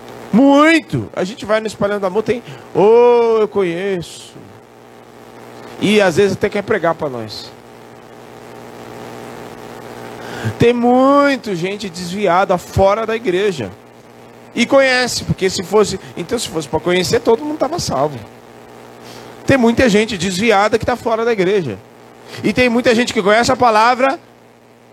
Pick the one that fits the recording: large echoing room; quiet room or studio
large echoing room